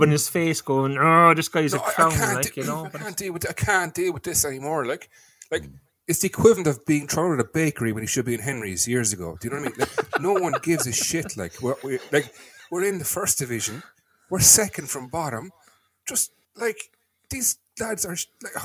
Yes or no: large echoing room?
no